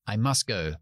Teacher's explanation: No decimos to después de must, sino I must go. Yo quitaría esa T porque va justo delante de una G, que es difícil hacer t, g.